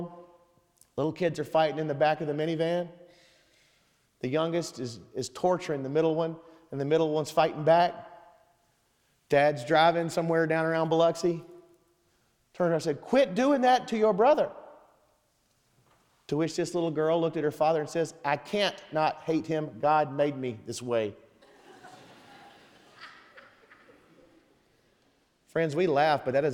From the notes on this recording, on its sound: Sermon Audio from Sunday, September 3rd, 2023